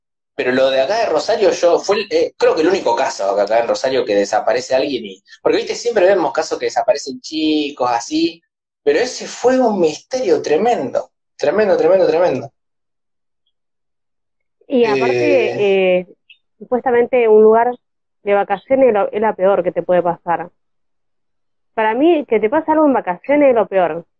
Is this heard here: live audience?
no